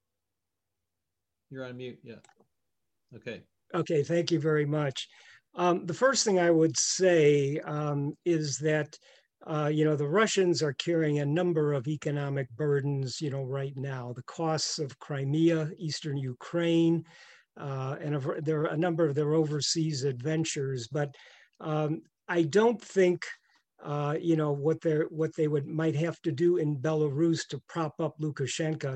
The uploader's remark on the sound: The Wilson Center’s Canada Institute, Global Europe Program, and Kennan Institute invite you to this virtual panel with leading authorities.